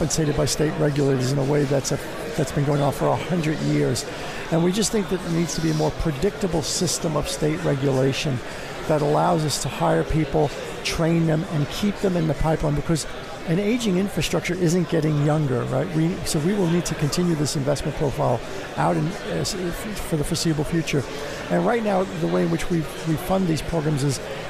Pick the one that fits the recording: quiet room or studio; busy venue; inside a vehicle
busy venue